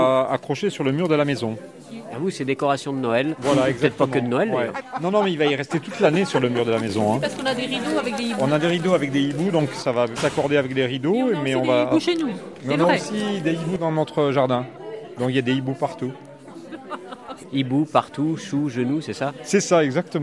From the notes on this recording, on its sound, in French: Un marché éco-responsable de Noël. Le Feuilleton de la semaine propose une promenade au gré des stands à la rencontre des exposants et des visiteurs.